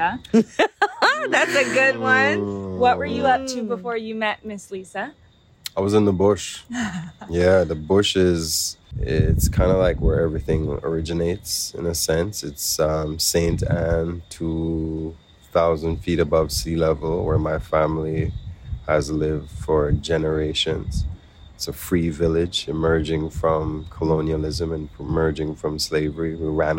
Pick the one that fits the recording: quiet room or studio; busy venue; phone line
busy venue